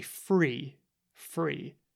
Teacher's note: If you have a really good ear, you might have noticed I tend to pronounce the TH as an F. So rather than saying the proper TH as the number, I would say free, free, which sounds the same as, you know, it's free, it's no cost, right?